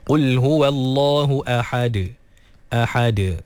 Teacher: Kemudian ahad, sama juga hamzah tu ditahqiqkan. Kemudian ha dikeluarkan daripada kerongkong pertengahan. Dan juga dal diqalqalahkan.